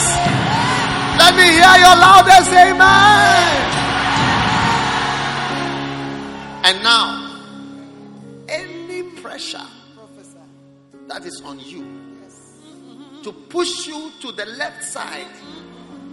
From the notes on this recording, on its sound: Preached at the Prophetic Ecounter Service.